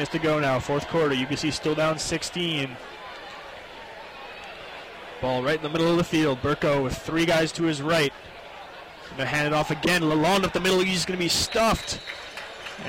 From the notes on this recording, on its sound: CiTR commentators broadcasting live from the Thunderbird stadium for the 'Bird's second home game of the season.